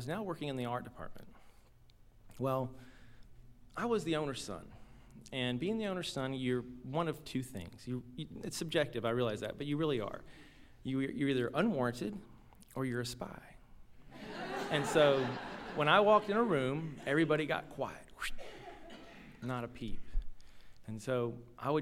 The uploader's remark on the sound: live storytelling event